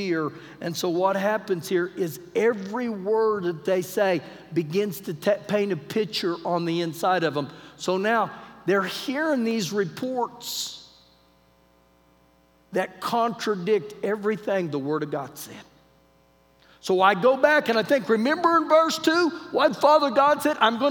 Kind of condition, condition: setting, large echoing room